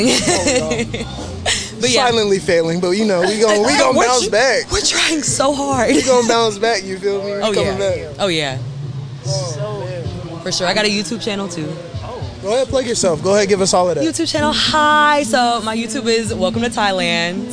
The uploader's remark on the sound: This episode concludes our interviews at the Valley Festival.